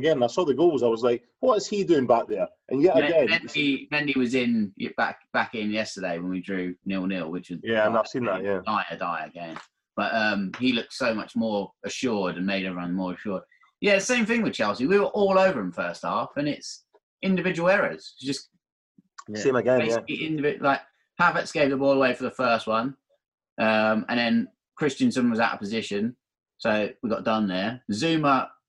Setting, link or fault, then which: link, video call